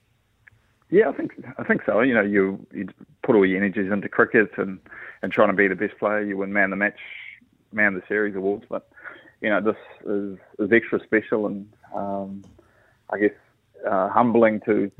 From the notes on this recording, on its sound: joins us on the phone